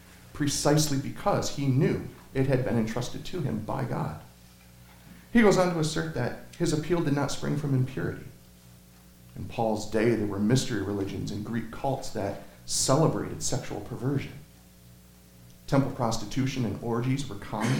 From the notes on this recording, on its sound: Sermon Audio from Crossway Christian Church